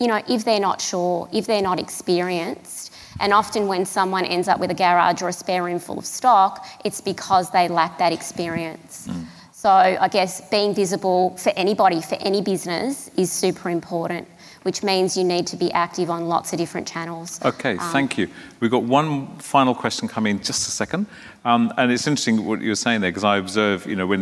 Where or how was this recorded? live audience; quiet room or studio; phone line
live audience